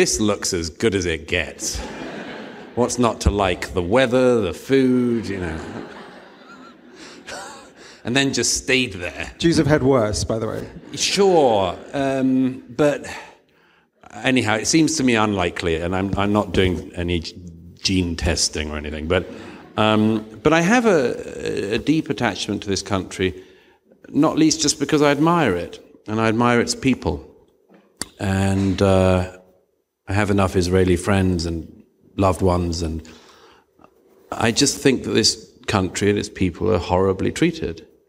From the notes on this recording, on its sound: A special edition of our show filmed before a live audience.